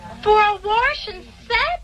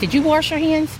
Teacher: For people who live in some parts of the country, Warsh is how you might say wash.